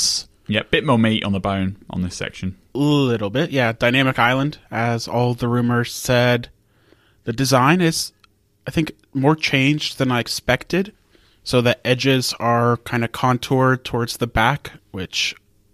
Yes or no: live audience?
no